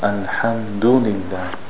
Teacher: a little bit more shiddah on the dal. الحمد لله dal.